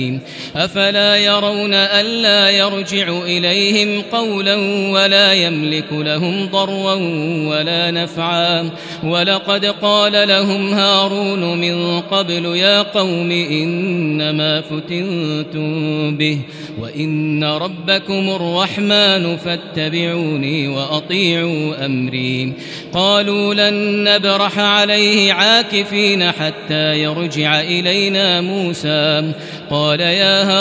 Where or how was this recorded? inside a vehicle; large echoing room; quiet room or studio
large echoing room